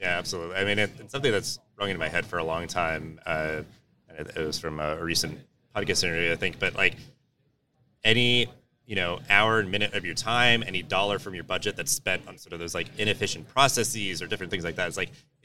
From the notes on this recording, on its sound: This special live episode was recorded on the show floor at the Times Higher Ed Digital US Event held at Illinois Tech in Chicago.